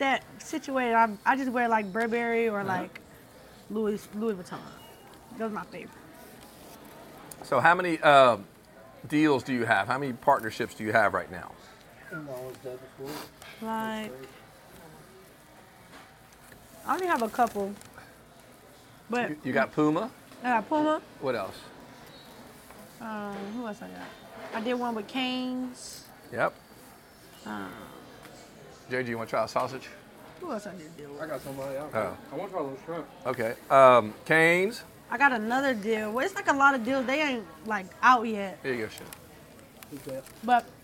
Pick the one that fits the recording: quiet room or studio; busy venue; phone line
busy venue